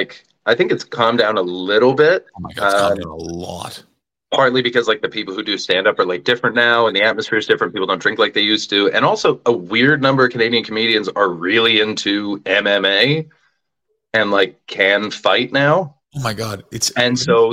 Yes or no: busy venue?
no